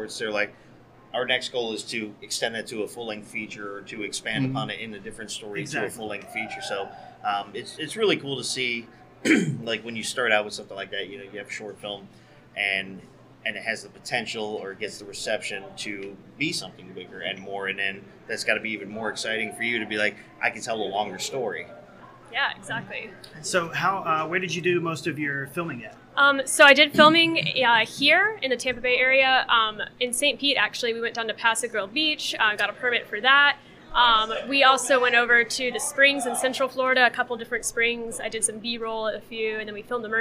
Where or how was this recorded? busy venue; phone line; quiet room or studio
busy venue